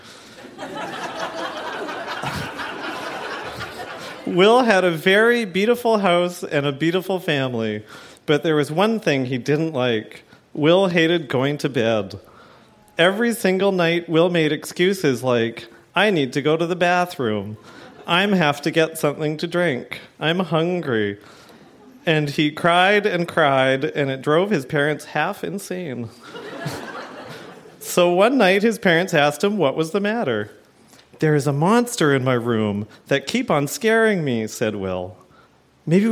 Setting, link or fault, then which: setting, live audience